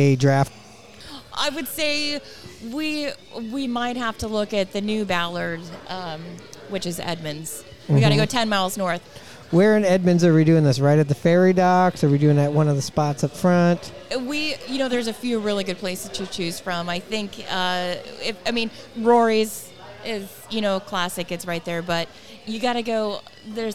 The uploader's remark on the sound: Recorded at Murphy's Pub in Wallingford.